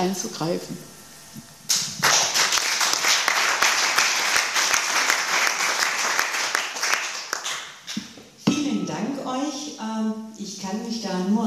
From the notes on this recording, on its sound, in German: Eine Podiumsdiskussion